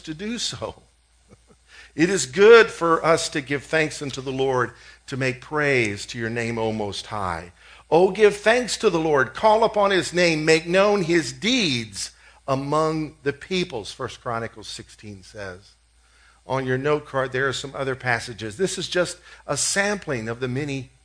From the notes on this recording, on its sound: COMMUNITY THANKSGIVING SERVICE - 2016 - Audio. This annual event from the Lake Granbury Ministerial Alliance, hosted this year at Generations Church.